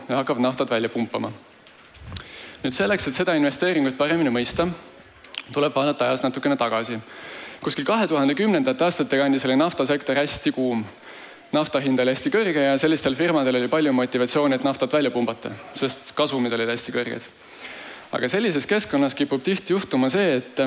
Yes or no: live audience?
yes